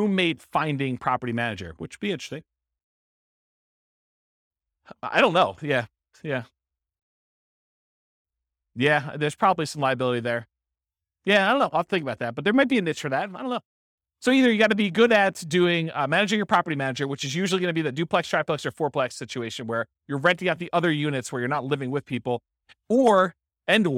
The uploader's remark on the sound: This was a live class recorded